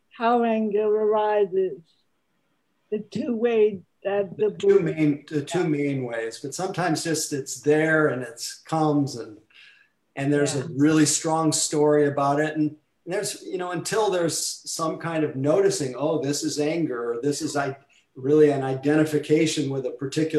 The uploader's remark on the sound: Recorded Zoom Session